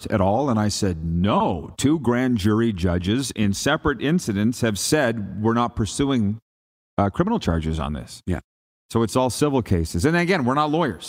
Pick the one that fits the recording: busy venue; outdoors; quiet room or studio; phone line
busy venue